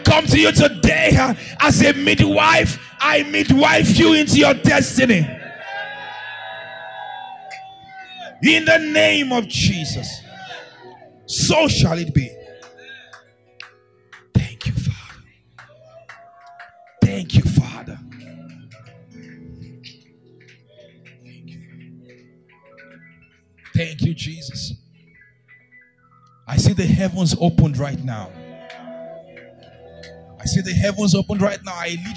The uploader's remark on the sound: March 13, 2022 2nd Service Gracemade Christian Centre